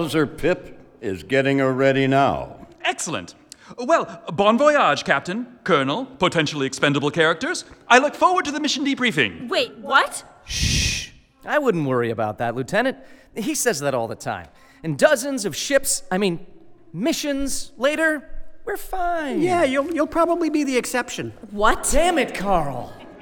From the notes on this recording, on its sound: return to Escape Velocity this past Memorial Day and do a special live production